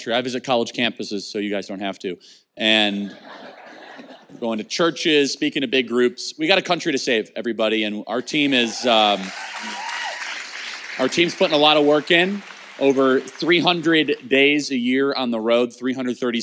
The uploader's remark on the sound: LIVE at FreedomStand USA 2021 Faith & Freedom Conference in Meridian, Idaho